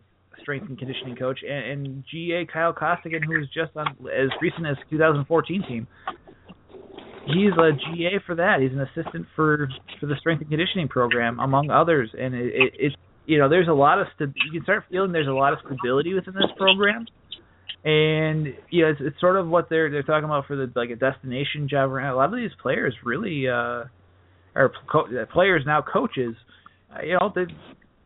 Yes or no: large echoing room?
no